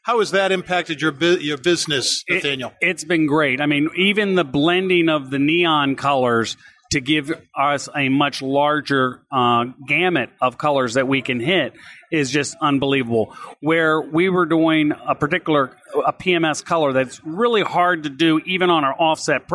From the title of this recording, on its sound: Live from ISA Sign Expo